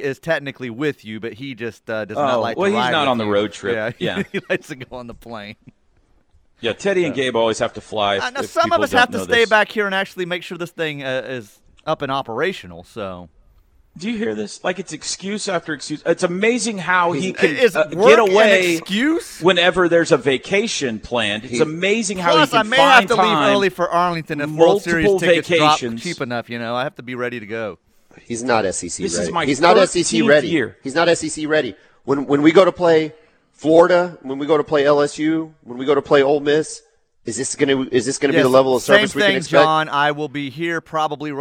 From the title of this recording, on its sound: LIVE FROM BROWN OHAVER